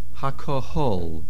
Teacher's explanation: the main accent on the Hey, the last syllable